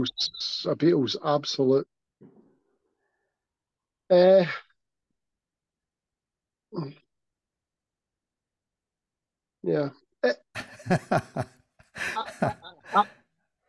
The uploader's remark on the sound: However, the recording didn't go as planned.... The recording had corrupted after approximately 20 mns ( the Zoom recording link failed!). We didn't have the time, patience or energy to re-record all the lost content. We have manage to splice together the original 20 mns from part 1 to the follow up discussion on part 2.